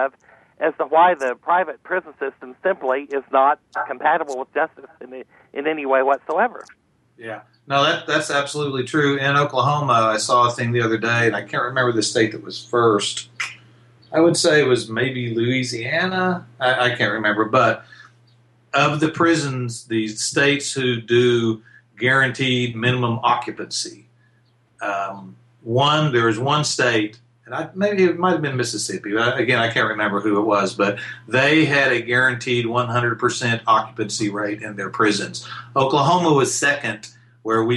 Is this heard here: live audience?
no